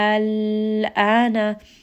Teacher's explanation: now you will listen that there is no emphasis on the lam. Instead, I will simply rest on this lam. · Term: tawassut